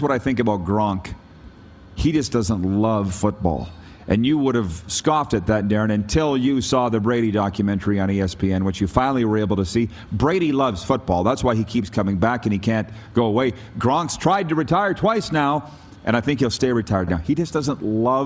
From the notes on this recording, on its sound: Coming to you live from Calgary, Alberta at the Grey Eagle Resort and Casino.